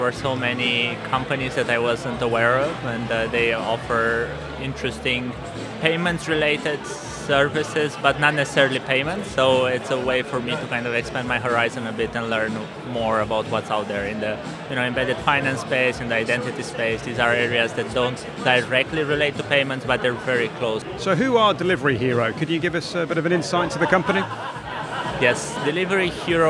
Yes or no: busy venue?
yes